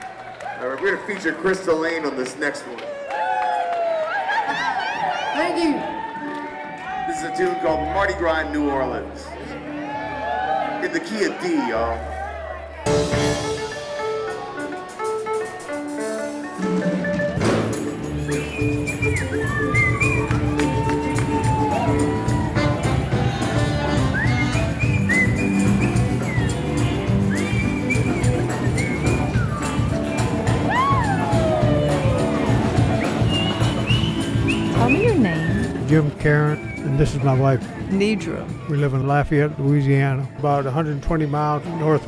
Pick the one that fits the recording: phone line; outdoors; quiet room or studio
outdoors